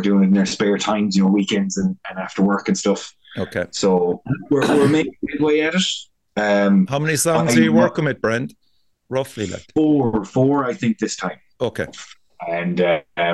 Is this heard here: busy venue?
no